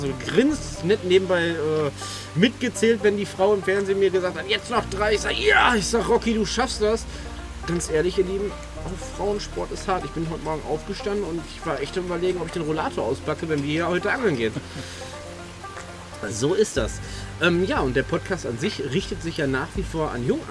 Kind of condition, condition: setting, outdoors